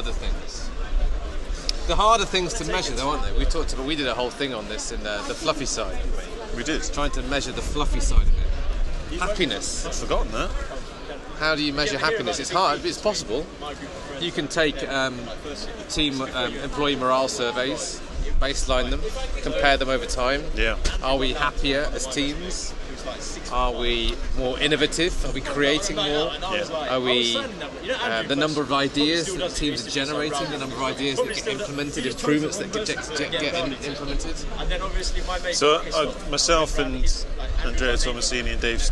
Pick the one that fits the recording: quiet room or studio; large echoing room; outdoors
outdoors